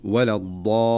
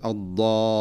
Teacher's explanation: يطيل زمن اللام المشددة إطالة زائدة فيقول ولا الضالين، وكأنه يريد أن يشعر السامع بالشدة فيقول الضالين، فيمكث مكوثا واضحا ومبالغا فيه عند اللام، وهذا ليس هو الأداء الصحيح.